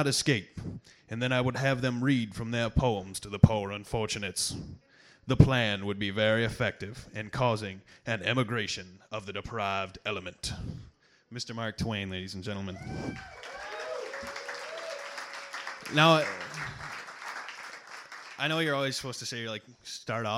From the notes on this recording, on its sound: Part 1 of the Kzoo Poetry Slam from January 2000 contains the open-mic portion of the show.